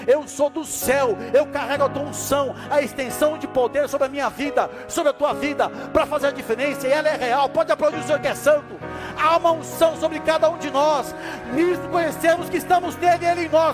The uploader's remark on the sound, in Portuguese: Áudio extraído do culto do dia 28 de Maio de 2023.